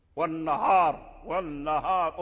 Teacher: والنهار أدغم اللام في النون